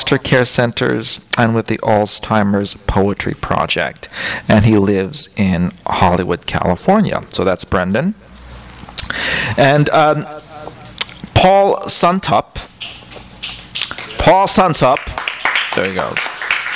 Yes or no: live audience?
yes